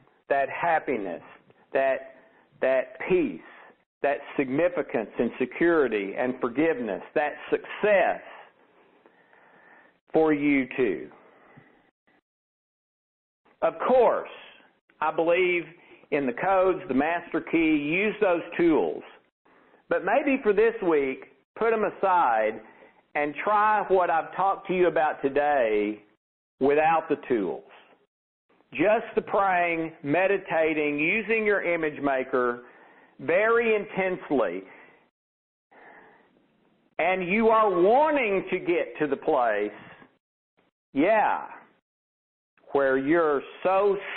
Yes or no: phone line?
yes